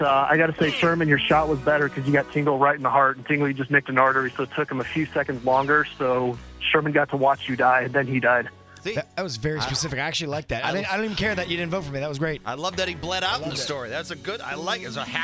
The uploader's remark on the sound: In honor of Nascar being in town. Some Drivers call.